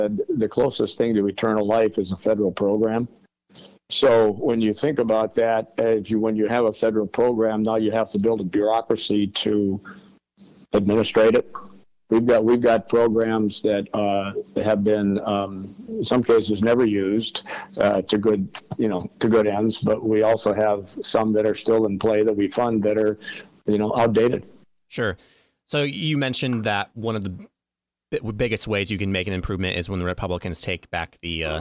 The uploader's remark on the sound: was able to have a phone call